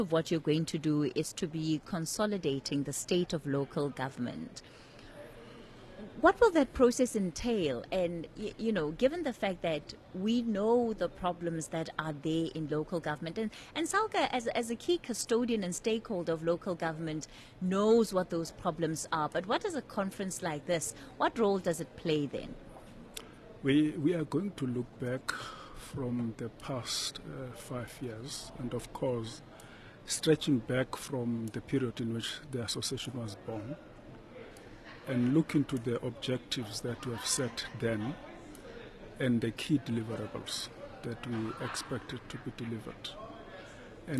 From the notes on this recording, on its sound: Stakeholders from municipalities, provincial and national government, the business sector as well as think tanks are convening here in Cape Town this week for SALGA’s National Conference where we will be broadcasting from over the next few days.